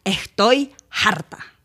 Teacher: hacer sonar la H como si hubiera una J. Por ejemplo, estoy harta sería estoy harta. · Term: la aspiración